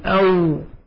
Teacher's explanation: فالواو تخرج من الشفتين بانفتاح